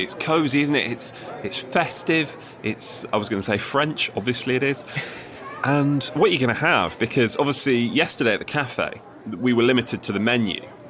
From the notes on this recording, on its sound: Almost Live From Paris. Live from the press centre.